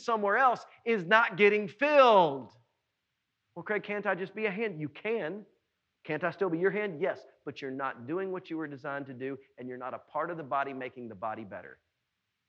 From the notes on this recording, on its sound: was preached at NBC on Main on July 12, 2020.